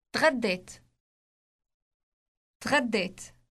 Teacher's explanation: Note the short vowel in the last syllable, which sounds like the syllable et in bet.